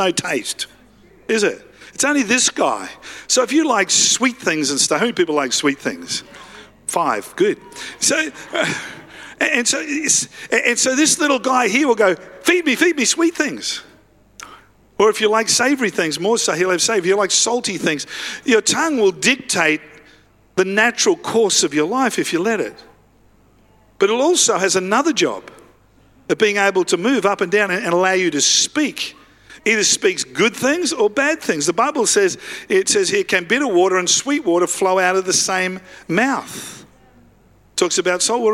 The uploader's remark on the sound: live at Freshwater Church on Sunday the 2nd of April 2023